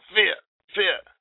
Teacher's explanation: Fa with kasra, followed by ayin sukun. So I make an abrupt stop and make it a guttural sound.